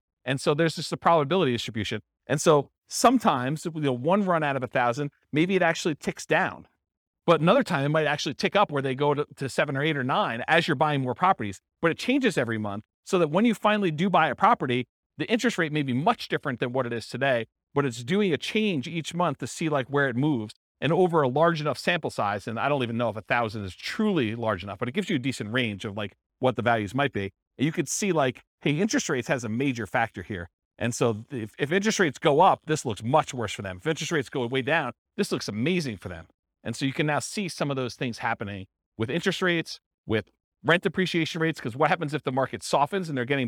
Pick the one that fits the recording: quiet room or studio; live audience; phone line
live audience